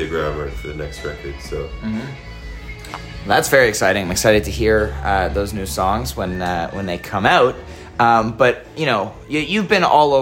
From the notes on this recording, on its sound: sat down at the Borderland Festival in East Aurora, NY